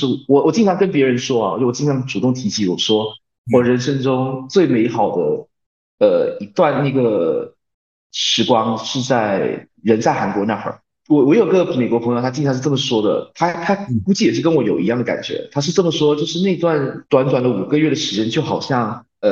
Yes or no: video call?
yes